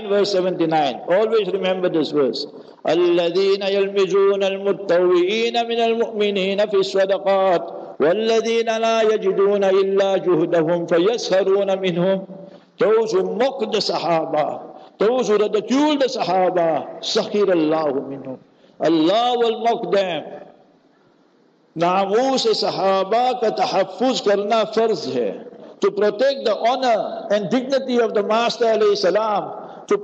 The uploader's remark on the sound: Local Jumah Lecture At Masjid Al Hilal